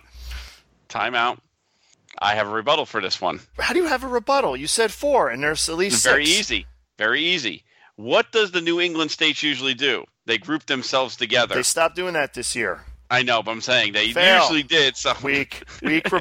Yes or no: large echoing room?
no